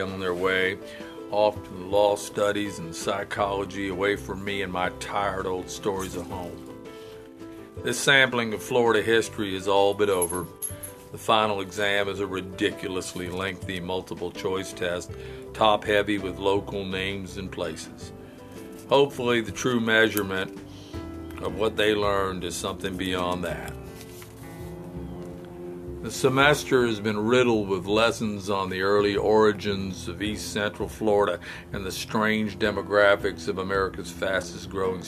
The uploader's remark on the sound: I apologize for the background noise and raw recordings